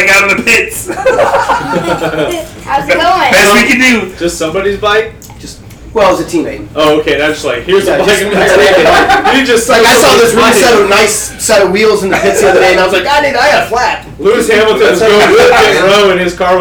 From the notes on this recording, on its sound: Live from Snyder Cycles. Record live for the last time from Snyder Cycles in Tucker.